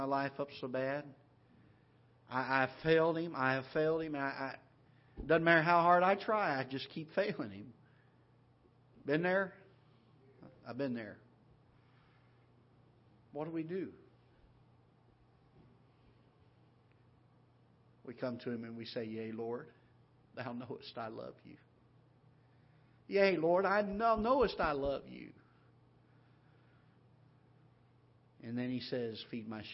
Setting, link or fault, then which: setting, large echoing room